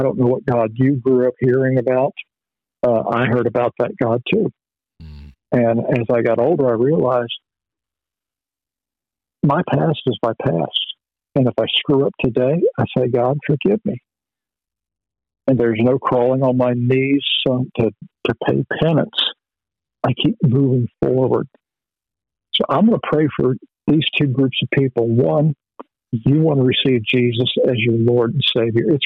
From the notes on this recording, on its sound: Phone Interview